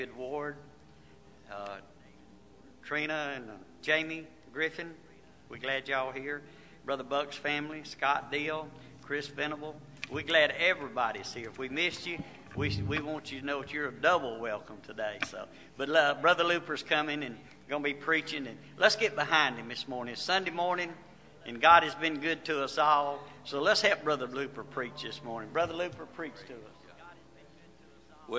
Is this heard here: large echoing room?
yes